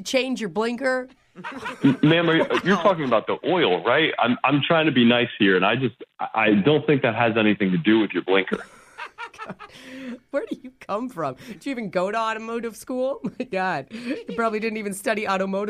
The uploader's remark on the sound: Phone Tap. Is calling an auto body shop.